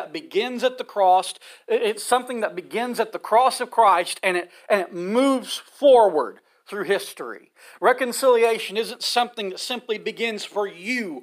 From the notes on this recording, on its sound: This sermon was preached from the pulpit of Mars Hill Cumberland Presbyterian Church. For our annual Ash Wednesday service.